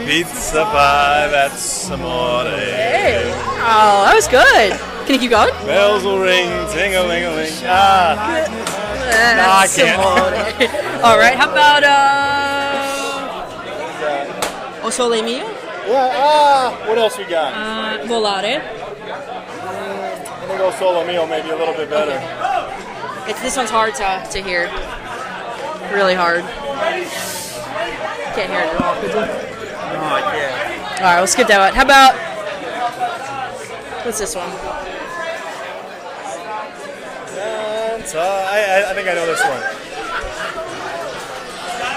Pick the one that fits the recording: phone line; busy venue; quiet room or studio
busy venue